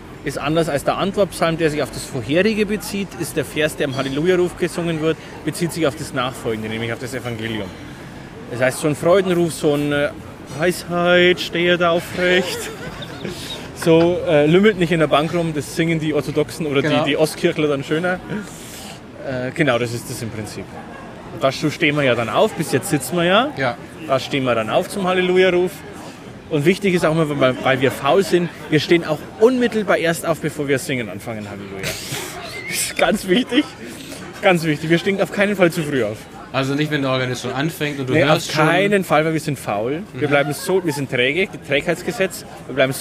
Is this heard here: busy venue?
yes